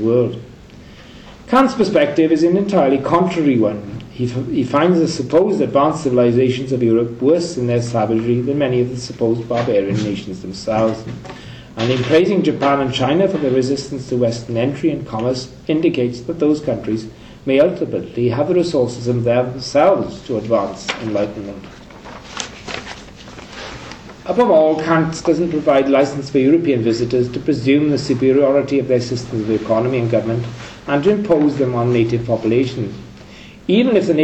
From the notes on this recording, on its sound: Third presentation from the Kant and Colonialism conference held in University of Oxford in October 2010